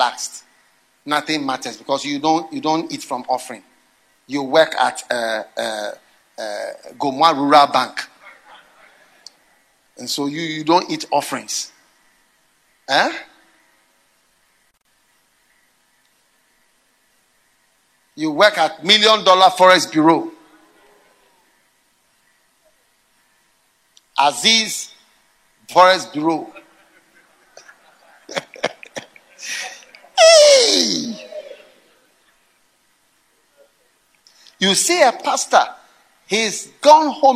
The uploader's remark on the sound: Preached at the FLOW Service.